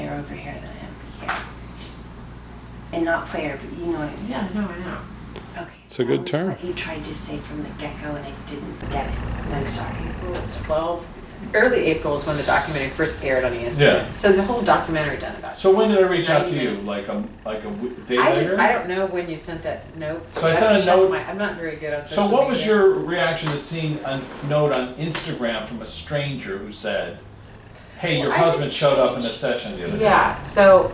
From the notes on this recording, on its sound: They'll forgive the noisy cafe that we recorded some of this.